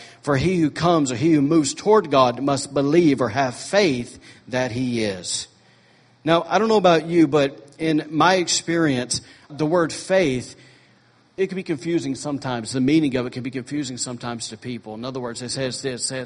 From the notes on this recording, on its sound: was recorded on Sunday, July 9, 2017, during morning service at Celebration Life Family Church.